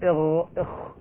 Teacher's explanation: وأدنى الحلق يخرج منه الغين والخاء